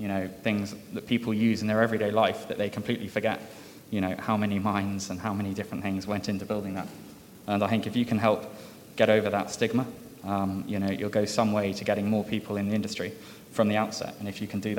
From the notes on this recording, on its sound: This episode features the Next-Gen Leaders Panel at The Northern Miner’s annual Canadian Mining Symposium held at Canada House in London, U.K., earlier this year.